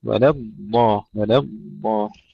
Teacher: رقق اللام جيدا وفخم الضاد جيدا